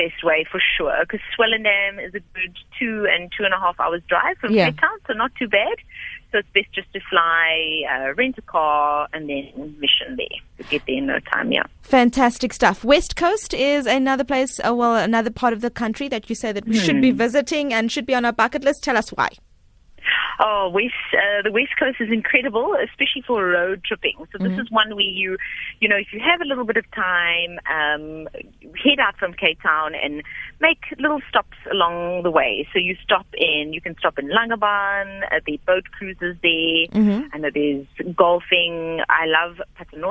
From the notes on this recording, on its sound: GUEST (Phone)